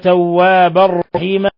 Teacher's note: تنوين فتح جاء بعده الراء، الحكم التجويدي إضغام بغير غنة